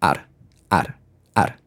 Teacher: What you're doing is you're doing R, like ah. It's more towards the front of your mouth, but you're tapping your tongue to the top of the mouth. · Term: Spanish R